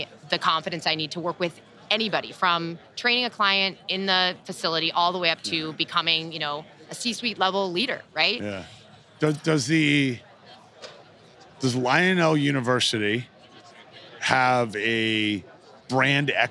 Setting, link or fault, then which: setting, busy venue